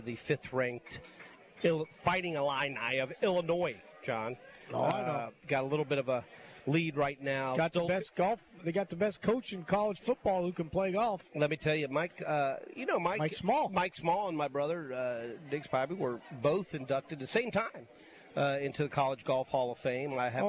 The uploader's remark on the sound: LIVE from Felix's Fish Camp!